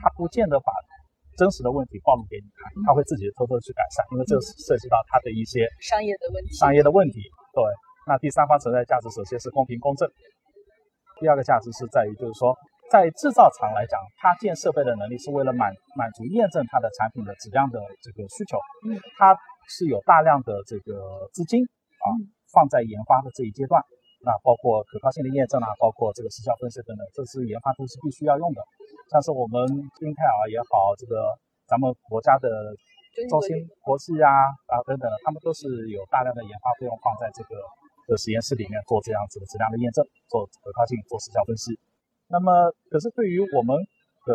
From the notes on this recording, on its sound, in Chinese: 2019年慕尼黑电子展现场